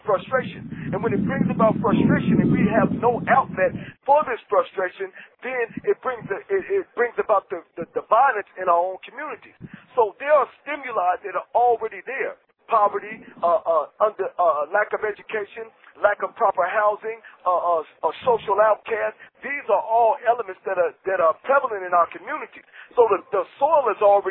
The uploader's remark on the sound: We sincerely apologize for the audio quality of this podcast episode.